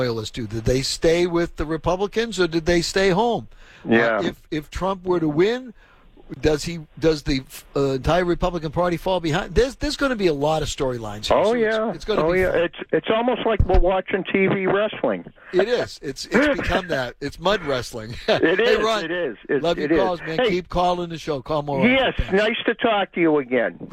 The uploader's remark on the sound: The phone lines stayed open for conversation